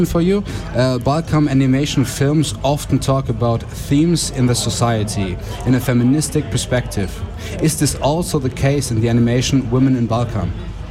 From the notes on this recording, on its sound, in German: Festivalausgabe live aus dem Merkerareal in Baden.